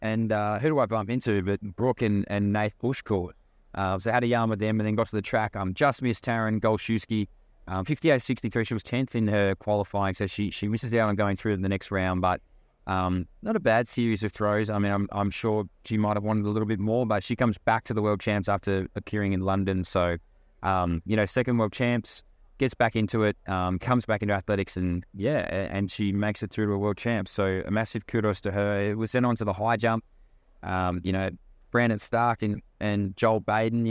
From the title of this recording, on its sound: LIVE FROM THE WORLD CHAMPS